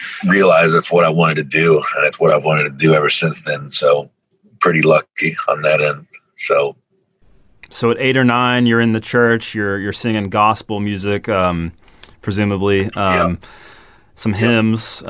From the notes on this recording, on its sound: Over video call. Outside a tattoo shop near Cincinnati called Designs by Dana, where his drummer was getting some work done.